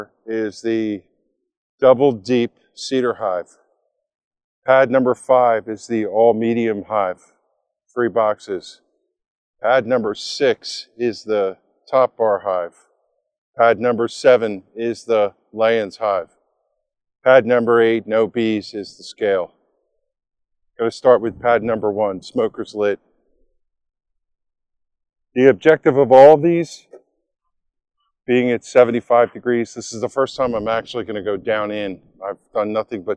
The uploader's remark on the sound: Live recording of the first inspection of the season